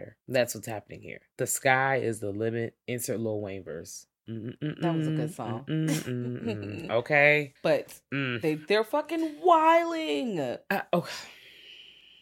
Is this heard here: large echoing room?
no